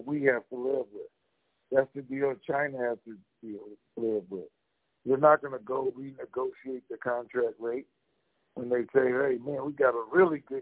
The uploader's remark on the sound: TNTSuperfantastic Conference Call